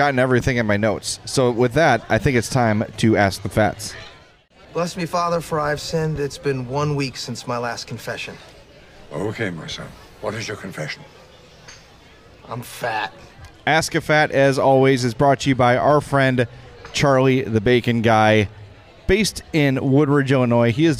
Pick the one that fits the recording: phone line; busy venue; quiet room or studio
busy venue